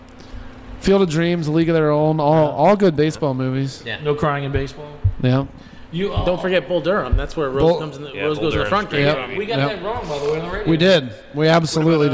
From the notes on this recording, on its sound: at Rally Cap Brewing in Baton Rouge